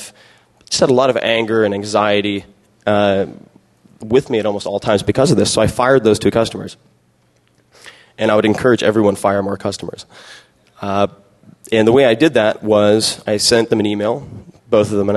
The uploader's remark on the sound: speech was given at the 2007 SXSW Festival